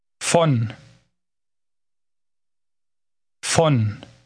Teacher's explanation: Note that German V is pronounced F.